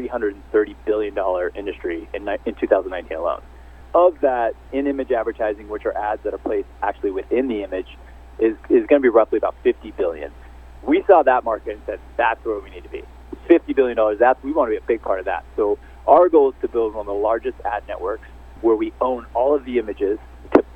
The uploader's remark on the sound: called in to SmallCapVoice